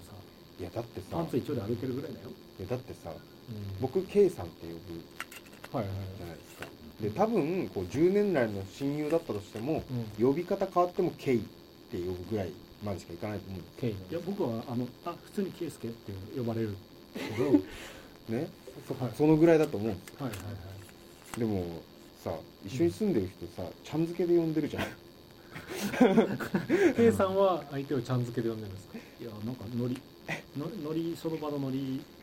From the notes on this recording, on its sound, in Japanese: 相変わらず音質が悪く申し訳ないです。次の収録から録音環境を調整します。